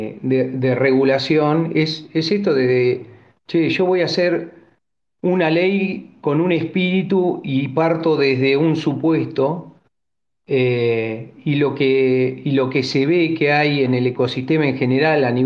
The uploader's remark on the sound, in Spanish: El evento fue grabado el 14 de noviembre de 2023, vía Twitter Spaces.